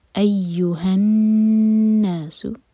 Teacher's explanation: نون پر غنہ، نون پر شدہ ہے، نون کو ہولڈ کریں گے